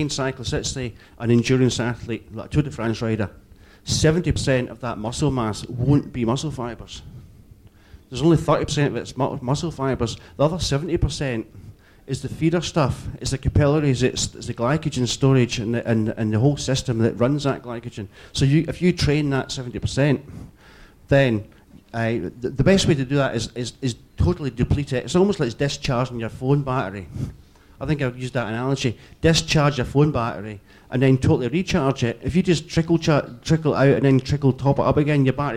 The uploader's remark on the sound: Recording from the London launch. Look Mum No Hands!